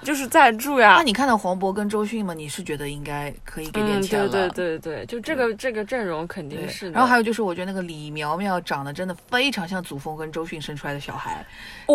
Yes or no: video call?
no